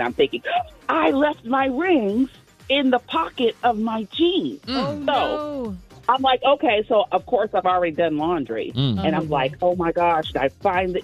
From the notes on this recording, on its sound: listeners call in with some funny things